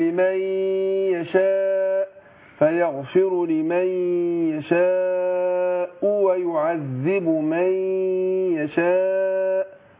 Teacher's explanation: بدغم النون في الياء مع الغنة حركتين · Term: الإدغام